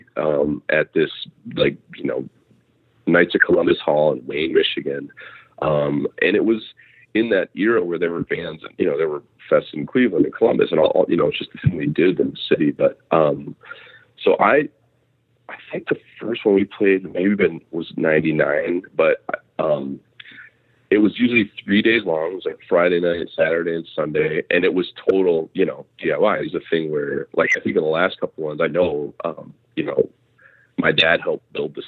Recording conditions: phone line